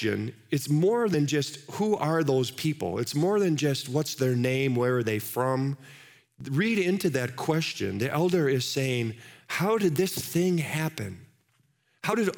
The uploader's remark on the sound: Live from our Celebration Ministry Center